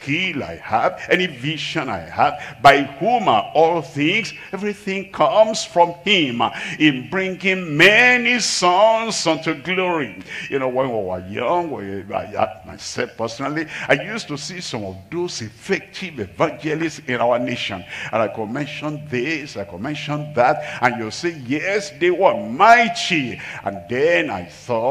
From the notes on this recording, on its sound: live from Asaba, Nigeria.